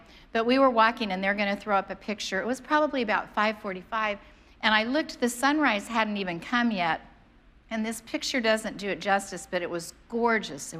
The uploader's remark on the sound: preached on January 2nd at the 11:30AM service